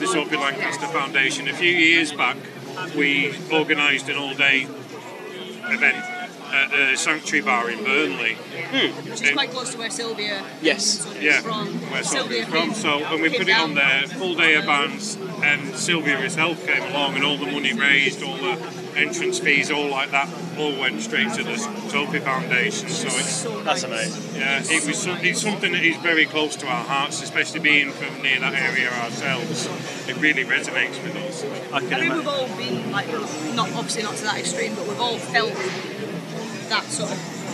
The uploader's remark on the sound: Live from Bloodstock 2023.